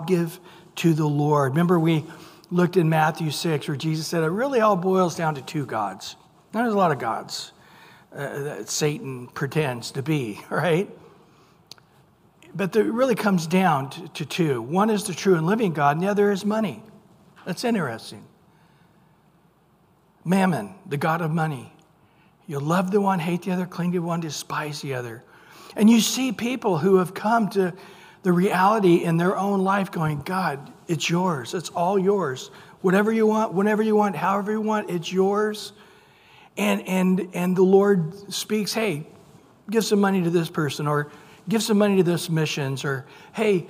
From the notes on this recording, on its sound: Recorded at Calvary Chapel of Los Alamitos on June 21 2023 on Wednesday evening sermon.